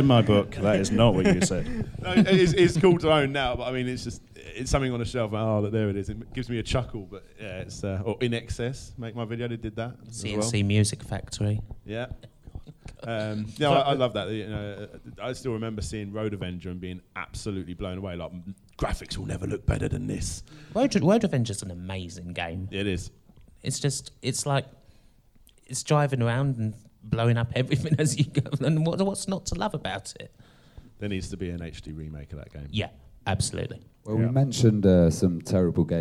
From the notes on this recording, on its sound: Retro Gaming Youtubers Panel from PLAY Expo Blackpool.